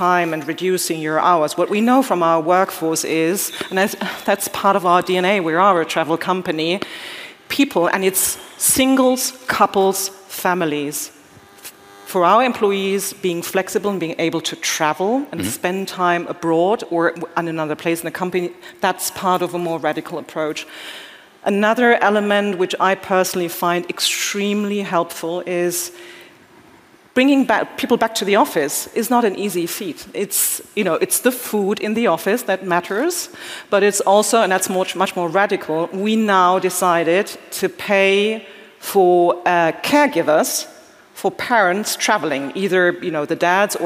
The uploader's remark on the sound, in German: Bits & Pretzels Special. Live-to-tape Episode 341 von der Bits & Bretzels.